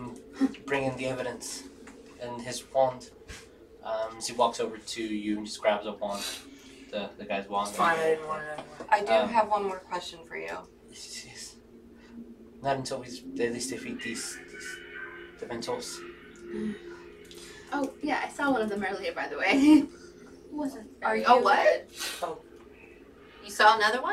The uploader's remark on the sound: Sorry for the audio issues.